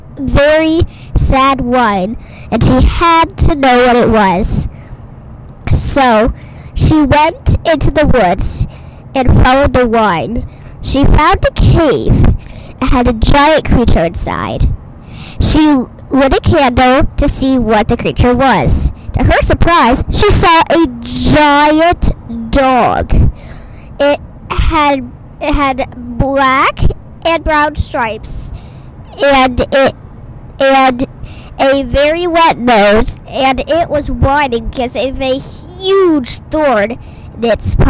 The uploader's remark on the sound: Straight from recording from the car to your ear, this tinny tribute to compassion.